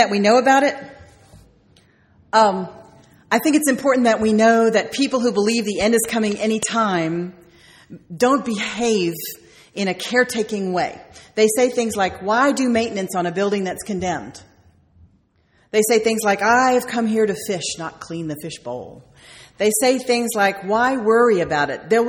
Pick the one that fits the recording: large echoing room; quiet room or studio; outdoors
large echoing room